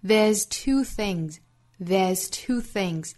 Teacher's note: And the mistake is a lot easier to forgive.首先我们做英音的语音讲解。那第一句话呢，我们注意 there is,说约成一个音节读成 there's, there's,后面的这个撇 s 读浊音的 z